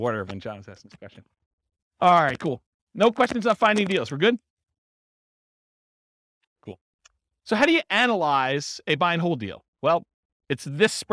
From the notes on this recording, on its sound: This was a live class recorded